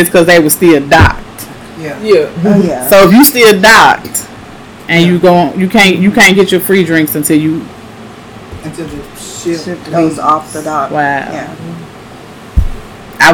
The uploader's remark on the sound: The audio sucks.